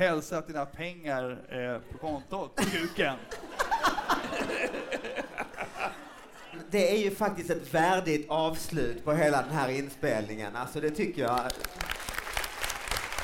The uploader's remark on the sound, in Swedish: Live i Göteborg!